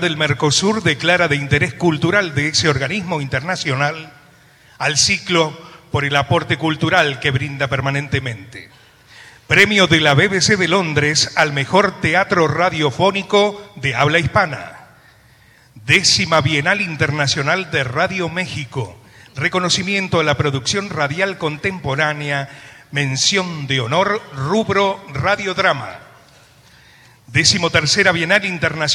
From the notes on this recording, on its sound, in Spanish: Celebró este miércoles sus 73 años al aire en el Centro Cultural Kirchner. Ante un auditorio colmado, un elenco de primeras figuras.